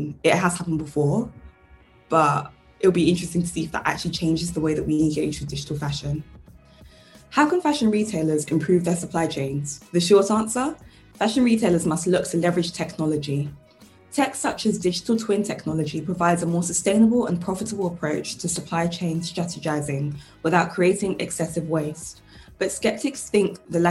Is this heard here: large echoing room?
no